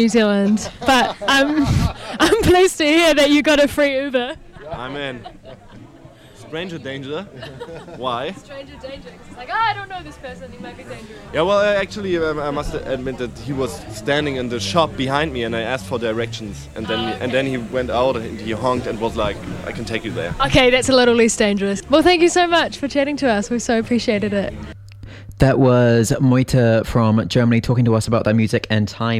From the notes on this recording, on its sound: We have a little audio documentary capturing the sounds, sights, tastes and people of WOMAD 2023